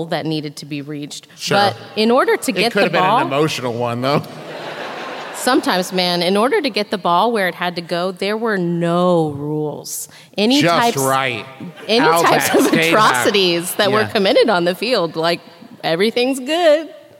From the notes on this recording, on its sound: This week’s episode is the LIVE show from Columbus, OH!